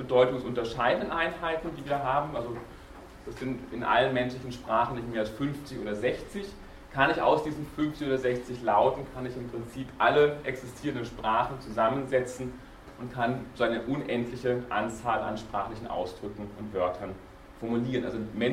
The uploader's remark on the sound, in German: Diese Vorlesung wurde von Studierenden aufgenommen